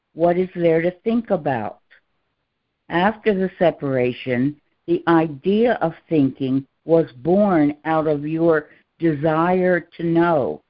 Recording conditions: phone line